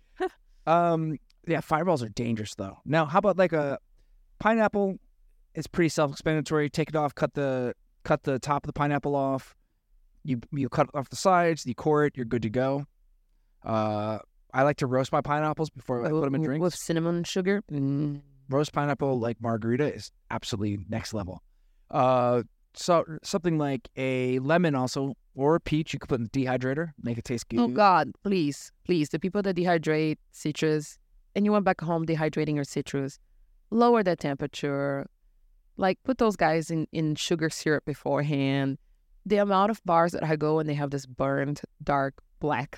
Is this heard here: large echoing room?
no